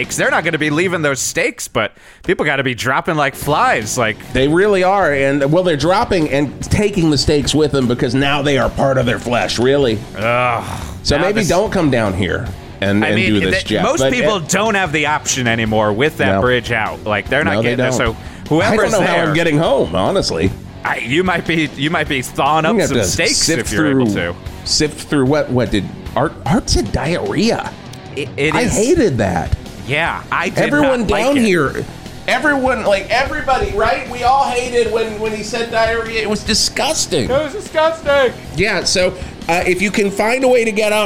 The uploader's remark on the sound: broadcasts live from the “HANDS ON A STEAK” promotion at Scully’s Used Auto Martatorium